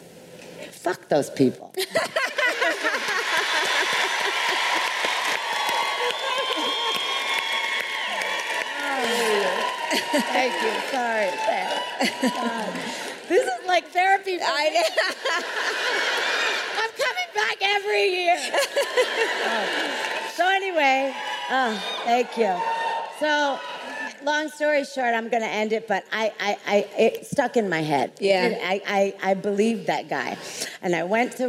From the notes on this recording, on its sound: LIVE! at RISE Minneapolis. Sit in on one of our AMAZING panels from RISE Minneapolis.